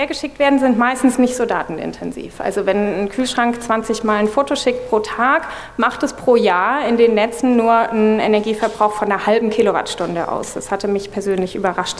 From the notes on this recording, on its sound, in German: wollen wir gemeinsam mit dem Publikum diskutieren